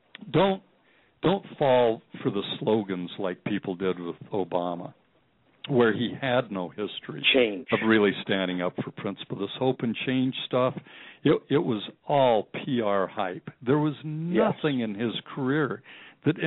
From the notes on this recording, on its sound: Today is a chance for listeners to call.